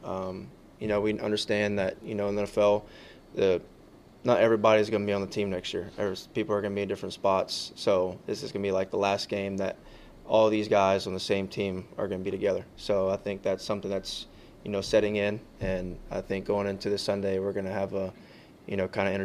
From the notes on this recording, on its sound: Addresses the media during his press conference at Gillette Stadium on Thursday, January 4, 2024.